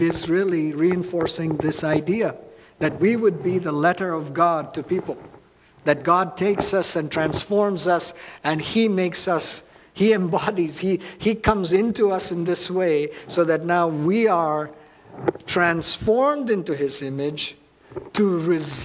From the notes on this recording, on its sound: at New Life Fellowship Church, Concord, NC, on Sunday, April 30, 2023